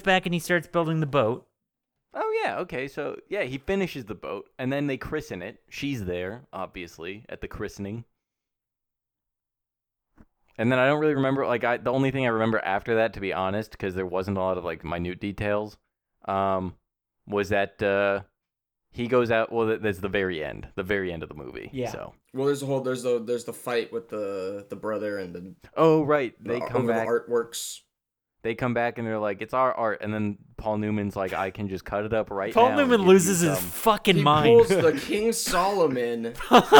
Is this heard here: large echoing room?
no